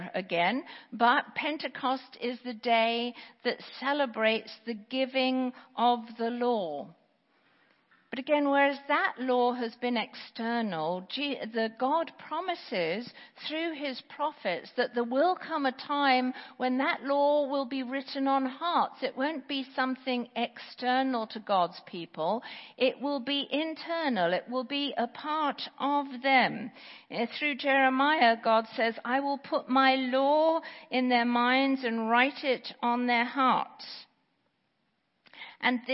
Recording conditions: large echoing room